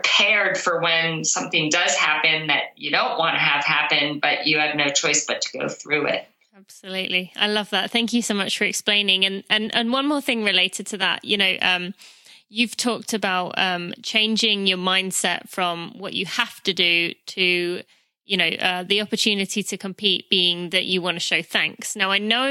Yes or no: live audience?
no